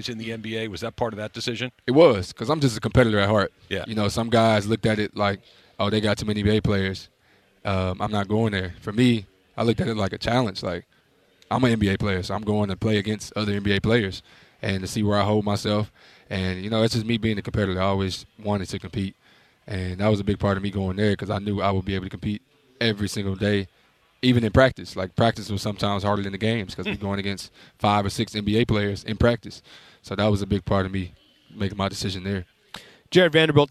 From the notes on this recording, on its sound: LIVE from LAKERS Media Day in EL Segundo!